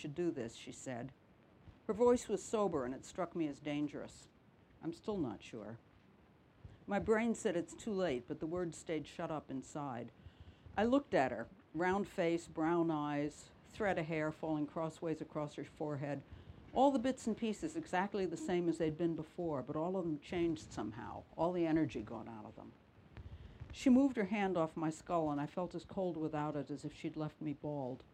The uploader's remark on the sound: the Cream of Cornish event at the 2022 North Cornwall Book Festival